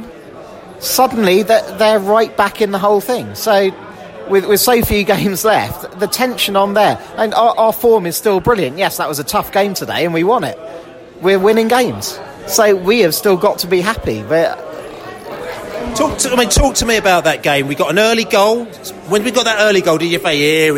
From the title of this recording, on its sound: post-match podcast from the pub